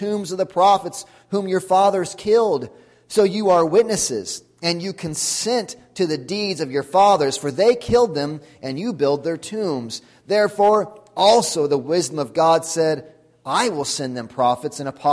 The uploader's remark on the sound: Sunday Morning Sermon Audio.